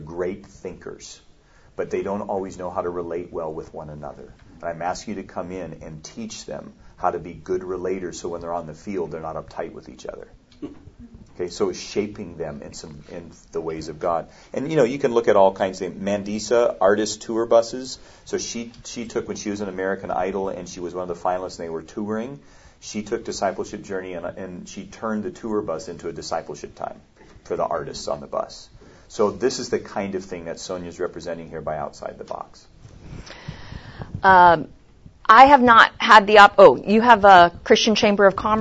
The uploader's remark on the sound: The following audio comes from the 2016 National Disciple Making Forum with Discipleship.org.